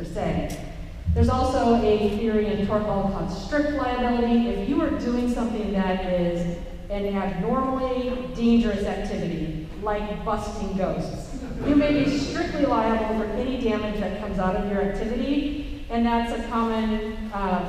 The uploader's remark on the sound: Records live at San Diego Comic Con Special Edition!